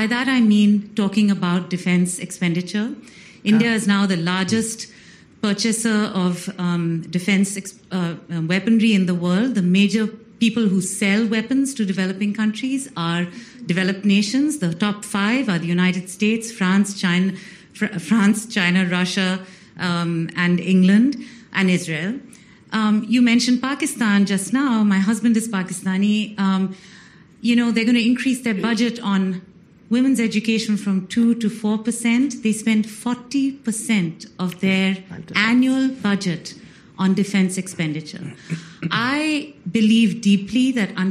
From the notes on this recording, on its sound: as part of the Aspen Forum on Women and Girls at the Aspen Institute